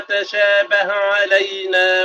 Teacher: تشابه افتح الهاء وافصلها عن العين